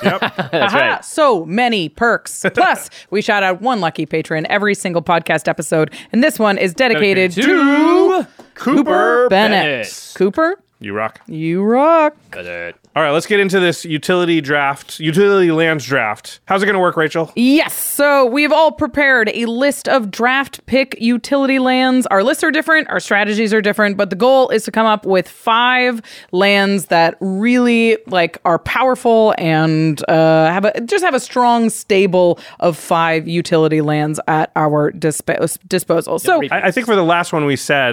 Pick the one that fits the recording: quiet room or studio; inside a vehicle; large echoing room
quiet room or studio